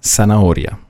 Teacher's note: Das Z wird ausgesprochen wie ein TH auf dem Festland, sprich in Spanien. In ganz Südamerika wird das allerdings ausgesprochen wie ein scharfes S. Also würden die Spanier sagen Zanahoria, die Südamerikaner würden sagen Zanahoria.